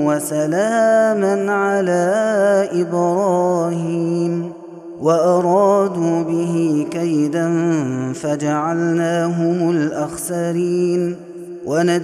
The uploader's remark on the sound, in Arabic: هذا التسجيل من صلاة التراويح